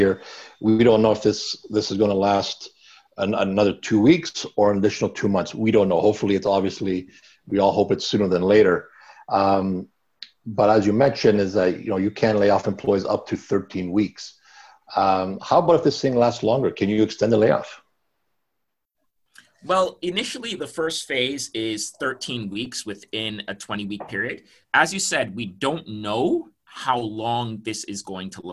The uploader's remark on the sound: we share a live webinar we hosted